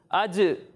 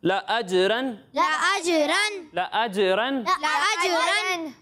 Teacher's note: तो जब आप इस हर्फ की अदायगी करेंगे, तो आपको आवाज़ लौटती हुई महसूस होनी चाहिए, यानी इसे आप अजरन नहीं पढ़ेंगे, इसे पढ़ेंगे अजरन, ठीक है। अज, ये तो जीम की आवाज़ लौटती हुई महसूस हो रही है, ये कलकला है